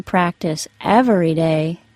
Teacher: For example, in the sentence, you don't need to practice every day, but you should try to most days. I stressed the word every, and it was said with 3 syllables, every.